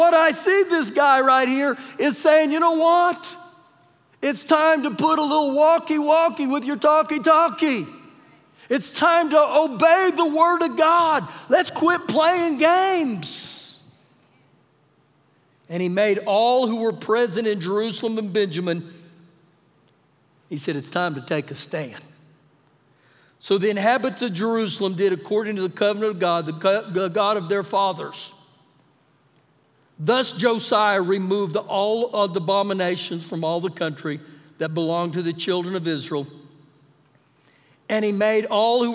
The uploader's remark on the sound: Recorded live during our Sunday morning service